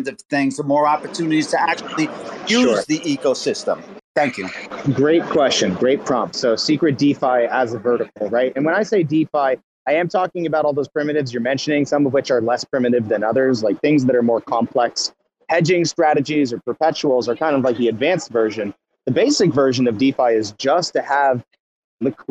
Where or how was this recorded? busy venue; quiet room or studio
busy venue